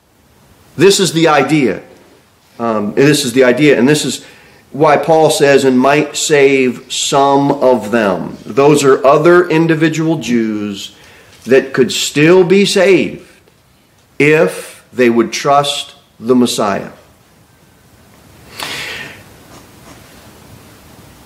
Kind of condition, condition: setting, large echoing room